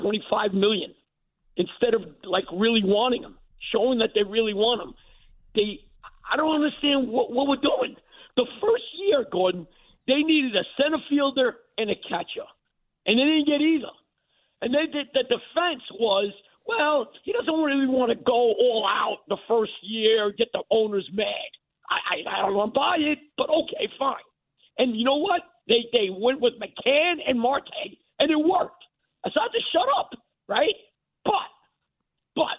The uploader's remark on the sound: Takes a ton of your calls.